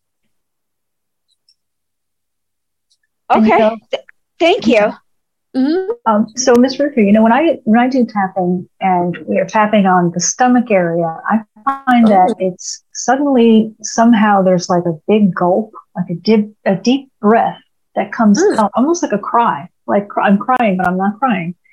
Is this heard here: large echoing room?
no